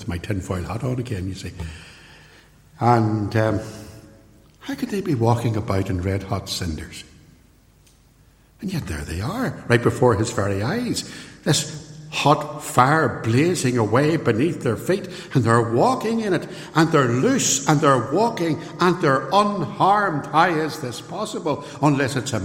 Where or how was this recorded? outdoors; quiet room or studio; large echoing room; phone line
large echoing room